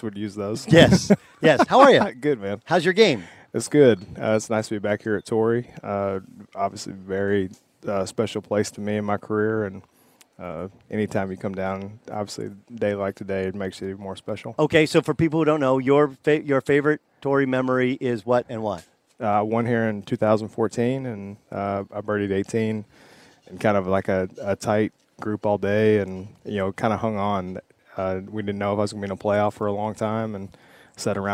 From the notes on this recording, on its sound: live in San Diego for the Farmers Insurance Open